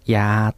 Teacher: 平らにやーというと薬ですね · Term: 平らな声調